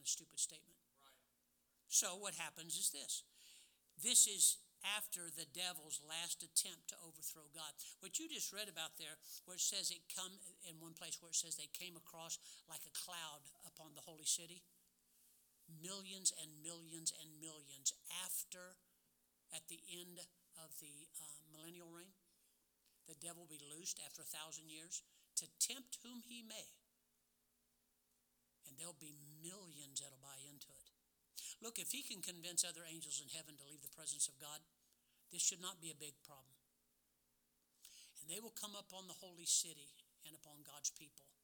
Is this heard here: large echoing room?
yes